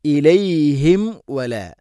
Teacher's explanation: മൻ ഹ മൻ ഹാജറ ഇലൈഹിം മൻ ഹാജറ ഇലൈഹിം ഇലൈഹിം വല സാക്കിന മീമിന് ശേഷം വ രണ്ട് ചൂണ്ട് തമ്മിൽ തട്ടിച്ച് മീമിനെ പൂർണ്ണമാക്കണം.